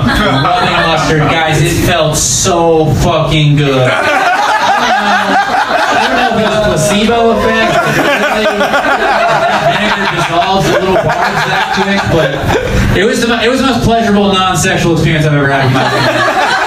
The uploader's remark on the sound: Live from Genuine Joe's